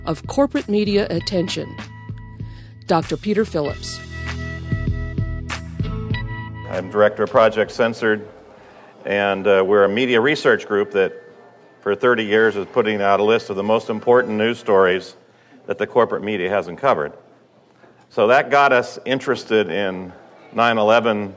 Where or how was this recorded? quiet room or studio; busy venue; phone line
busy venue